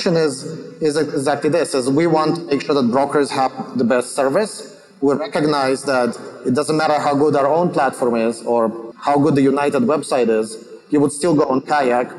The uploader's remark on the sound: On a panel at ITC Vegas 2022.